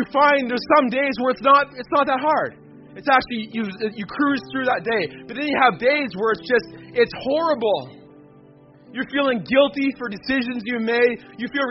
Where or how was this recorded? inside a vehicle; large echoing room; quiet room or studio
large echoing room